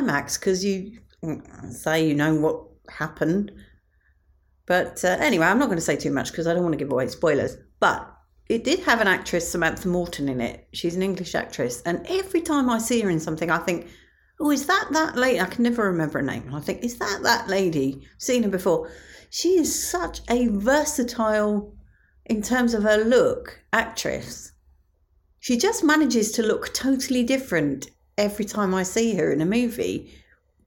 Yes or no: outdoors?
no